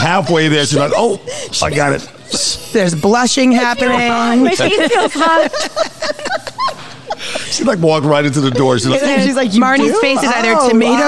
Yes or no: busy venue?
yes